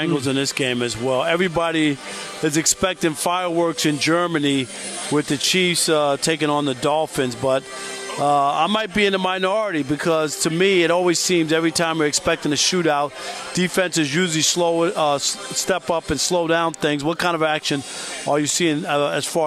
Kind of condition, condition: setting, busy venue